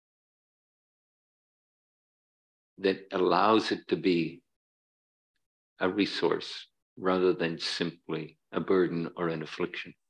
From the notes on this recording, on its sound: Dharma talk at City Center. In this talk from Beginner's Mind Temple.